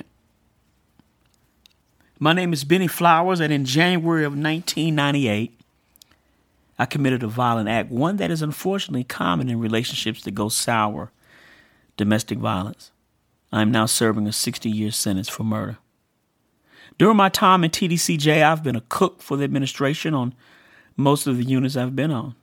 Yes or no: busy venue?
no